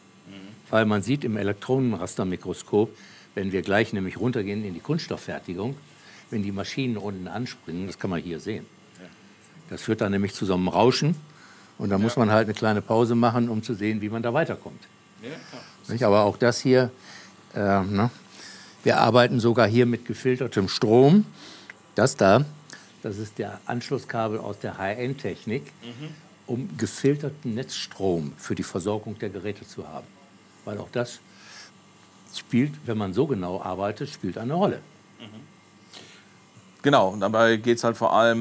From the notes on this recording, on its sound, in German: Das Gespräch wurde direkt on location in der Fertigung aufgezeichnet, und das hört man auch. Das Gespräch wurde direkt on location in der Fertigung aufgezeichnet, und das hört man auch. Firmenbesuch bei WBT.